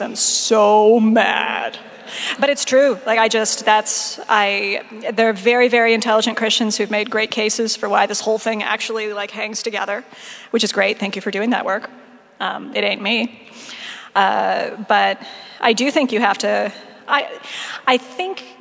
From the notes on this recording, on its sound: Saturday morning talk at our 2017 Conference in New York City. At St George's Episcopal Church.